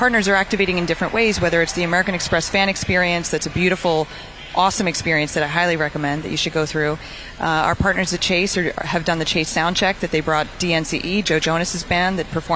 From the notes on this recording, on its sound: live from the Open